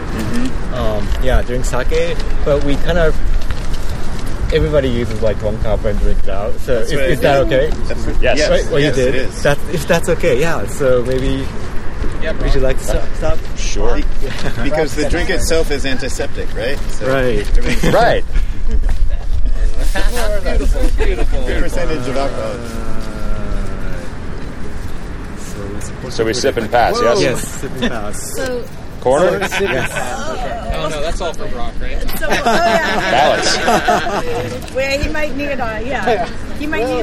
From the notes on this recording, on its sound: attended the ride and caught some audio from the event